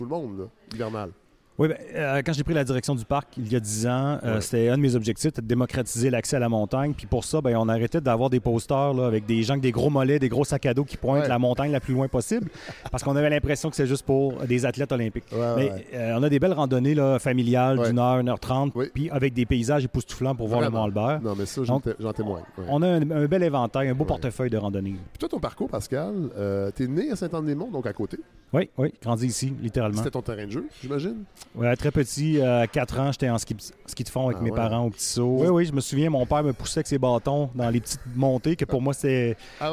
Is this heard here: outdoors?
yes